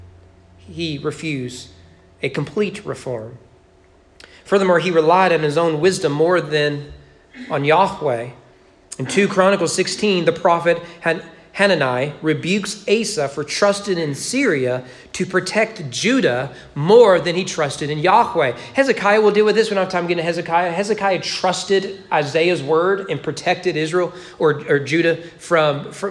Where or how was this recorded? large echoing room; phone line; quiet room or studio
large echoing room